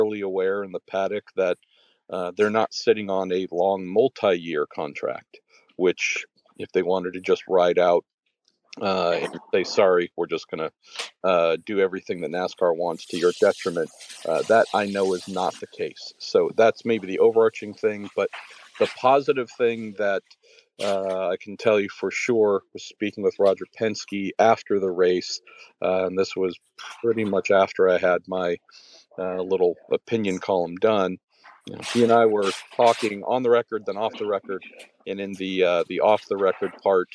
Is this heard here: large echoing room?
no